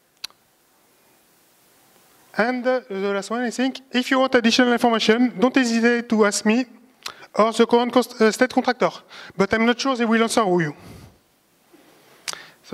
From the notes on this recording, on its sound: A presentation from the LibreOffice Conference 2019 in Almeria, Spain.